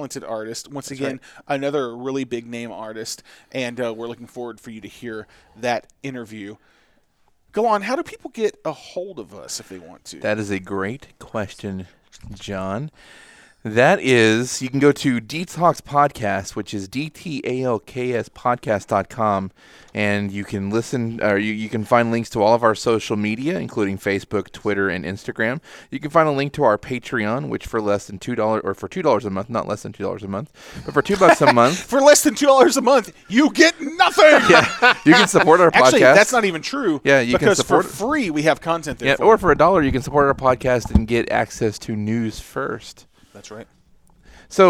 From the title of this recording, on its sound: at Dallas Fan Expo 2018